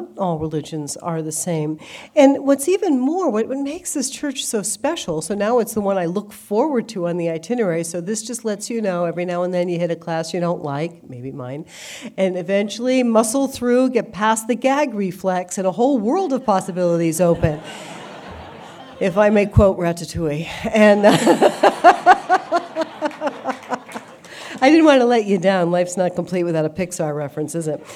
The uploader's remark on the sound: Delivered an exclusive lecture to the Christendom College community. The talk was part of Christendom College’s Major Speakers Program.